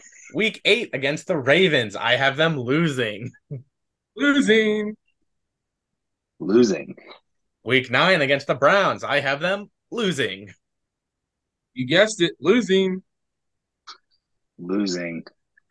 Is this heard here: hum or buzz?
no